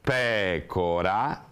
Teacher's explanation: Allora abbiamo pecora, classifichiamo questa parola con un accento tonico che cade sulla terz'ultima sillaba, anche se in questo caso è la prima, e questa è una parola grammaticalmente definita sdrucciola.